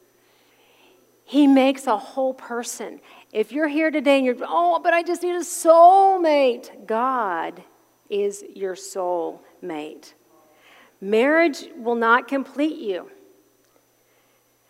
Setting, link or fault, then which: setting, large echoing room